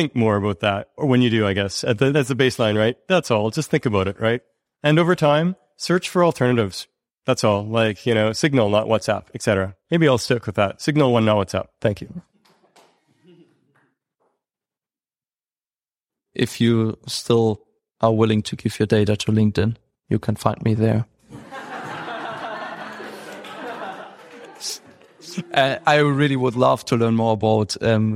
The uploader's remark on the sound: This episode that was recorded live at the first ever Foresight gathering in Europe, Berlin.